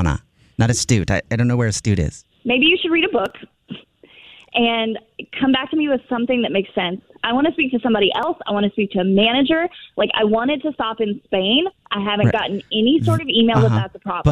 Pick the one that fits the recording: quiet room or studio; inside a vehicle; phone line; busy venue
phone line